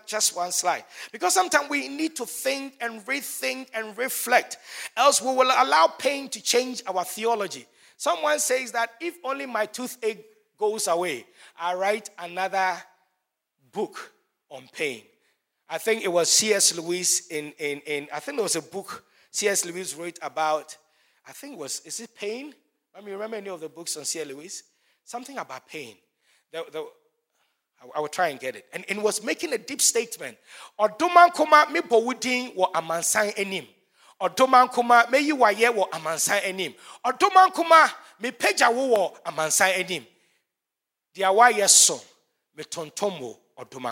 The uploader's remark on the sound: Sermon preached at CBC Shiashie Campus